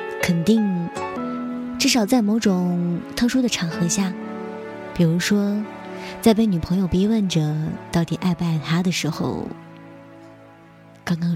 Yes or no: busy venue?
no